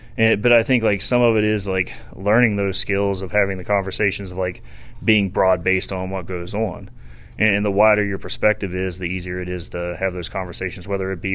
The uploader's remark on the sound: This Q/A was recorded at the Barbell Medicine Pain and Rehab Seminar in Reno, Nevada.